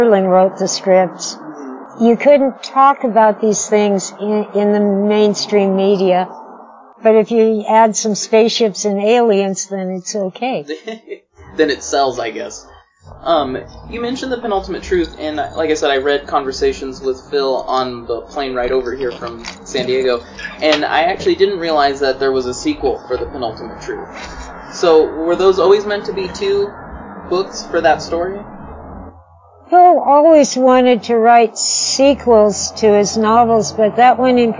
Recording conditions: poor sound quality